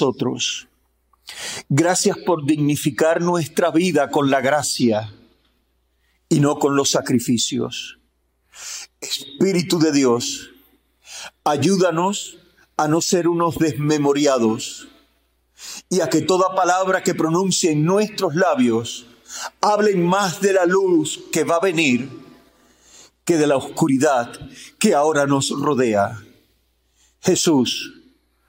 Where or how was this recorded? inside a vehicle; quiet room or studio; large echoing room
large echoing room